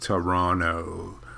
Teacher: The second T is not pronounced, so it's just Toronto.